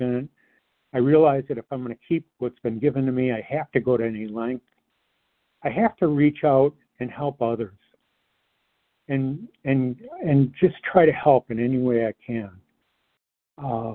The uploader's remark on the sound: 100 Pounders Phone Meeting.